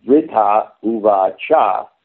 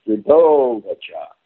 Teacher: Like here, there's vritha uvacha. But the Sandhi, when they come together, the long A and the long U created an O · Shown in: second take · So it's vidovacha, which allows the poetry to flow.